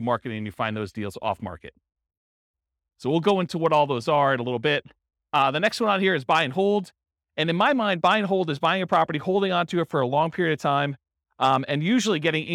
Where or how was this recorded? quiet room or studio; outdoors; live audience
live audience